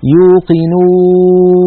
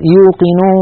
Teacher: إن سددنا الأنف فلم يتغير الصوت هذه واو صحيحة خالصة · Shown in: first take · أما إن قلنا يوقنوا فنجد بأن الصوت يختل، فهذا الأمر ننتبه إليه لأنه ضروري.